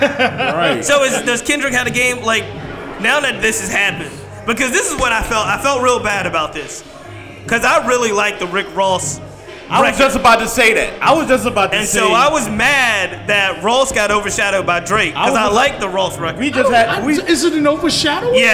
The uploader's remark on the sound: Live From The Packed House Tour 3.26.2017. For the first time ever, we are podcasting is live on location at the Packed House Tour.